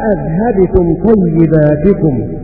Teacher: وقرأ روح عن يعقوب بتحقيق الهمزة الثانية